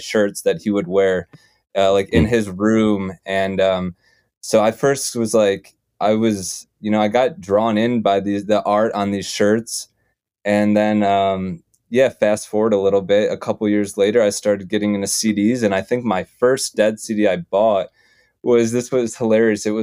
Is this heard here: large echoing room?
no